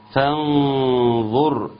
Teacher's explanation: النون هي الغنة بتاعتها مفخمة والظاء مفخمة